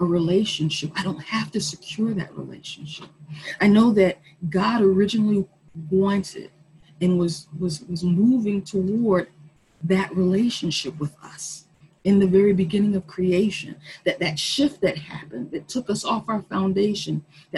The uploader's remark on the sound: Our zoom streamed service